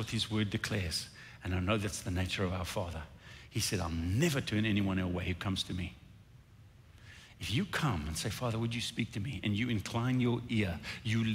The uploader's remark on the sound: recorded at Northlands Church on March 14, 2021